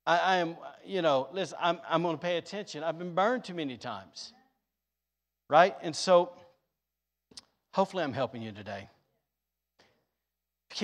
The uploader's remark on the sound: Was recorded on Sunday, May 1st, 2022, during service at The Anchor Church in Rockport, Maine.